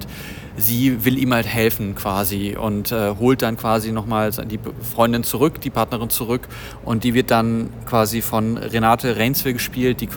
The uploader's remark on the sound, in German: Live von der Berlinale.